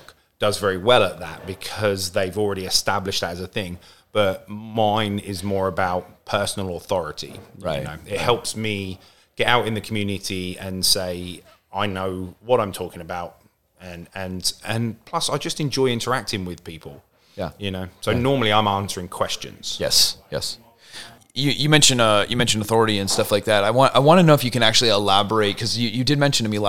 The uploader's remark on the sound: Here live at ERRF 2023. Live From ERRF 2023.